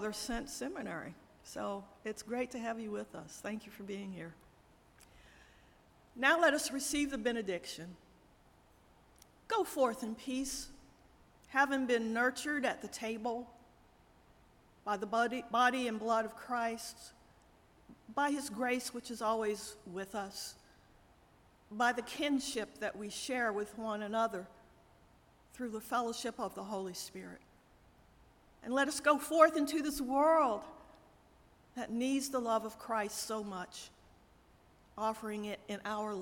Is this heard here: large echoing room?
yes